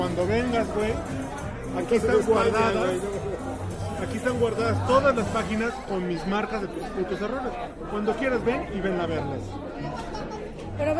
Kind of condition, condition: setting, busy venue